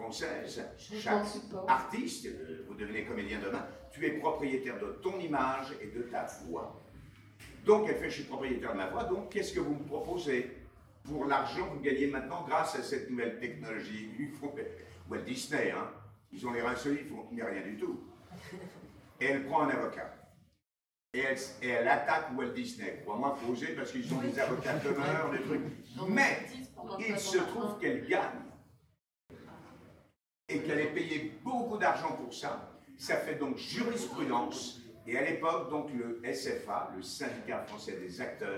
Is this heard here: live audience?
yes